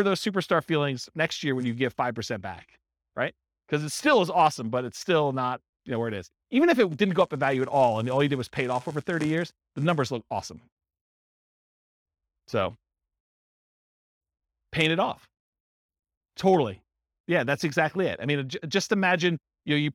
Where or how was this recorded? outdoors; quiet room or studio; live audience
live audience